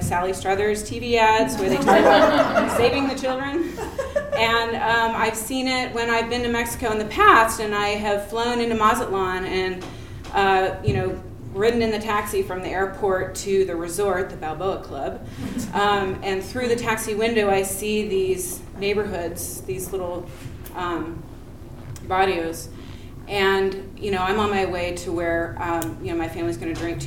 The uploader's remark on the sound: Urban Tellers is a live storytelling series in Portland, OR. Recorded live at Hipbone Studio.